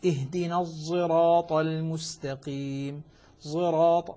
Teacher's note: ولكن المراد هنا هو إشمام الصاد زايا، وذلك هو خلط الصاد زايا بحيث تصبح الصاد كأنها قريبة من الزاي لكن الصاد فيها أشمل